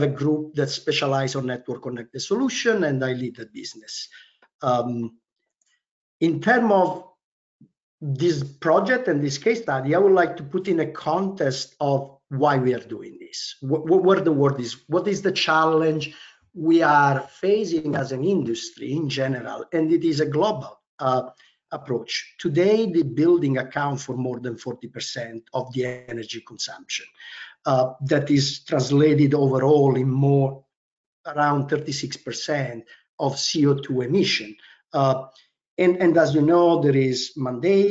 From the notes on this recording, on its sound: Realcomm Webinar.